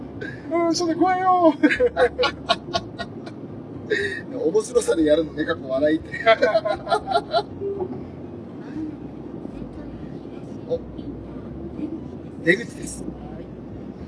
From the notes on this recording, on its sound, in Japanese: 環境音などの雑音がひどい録音状態